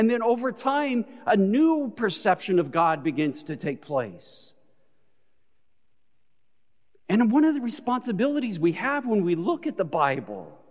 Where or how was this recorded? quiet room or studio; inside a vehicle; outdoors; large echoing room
large echoing room